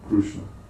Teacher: so the vocalic R is pronounced by the Oriyas as Ru.